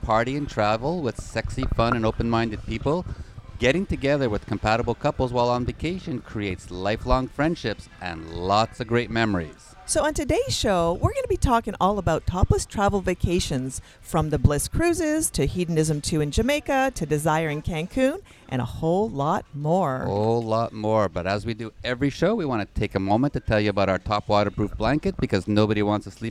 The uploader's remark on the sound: Join us on location, on board the Bliss Cruise.